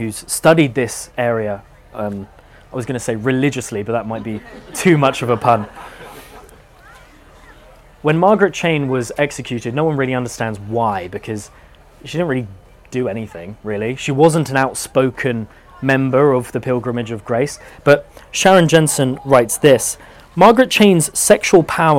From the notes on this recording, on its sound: Live at Chalke Valley History Festival 2023. In this talk, recorded live.